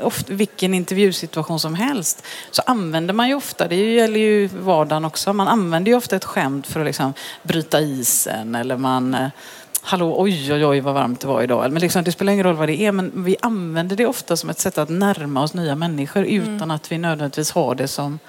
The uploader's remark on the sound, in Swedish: Bonusavsnitt live. Intervjun spelades in på Vetenskapsfestivalen i Göteborg.